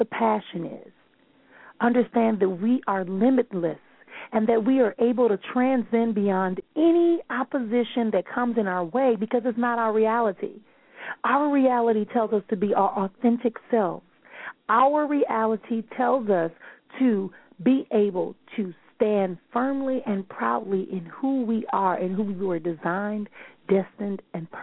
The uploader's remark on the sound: Callers may call in with questions.